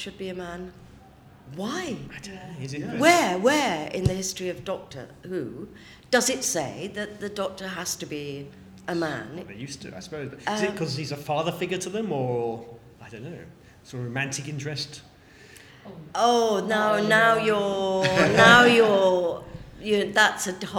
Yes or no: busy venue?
yes